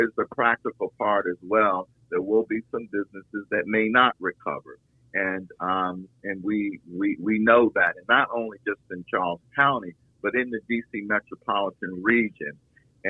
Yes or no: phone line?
yes